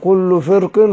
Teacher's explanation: فالراء فيه رقيقة لوقوعها بين كسرتين، كسرة الفاء في وكسرة الحرف المستعلي.